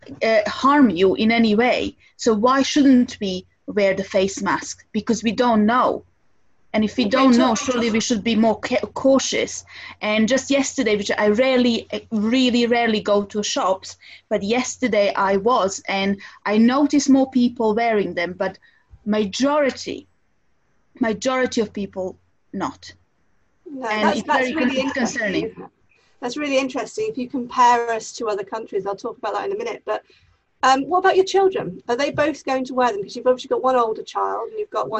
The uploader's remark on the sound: Pandemic Zoom Special